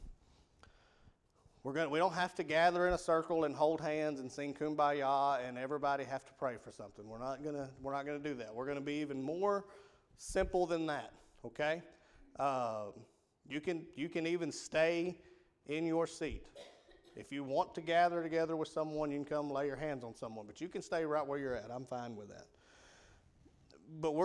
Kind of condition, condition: setting, large echoing room